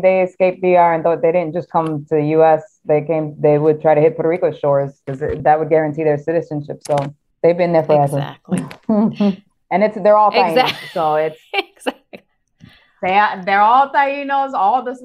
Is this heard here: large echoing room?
no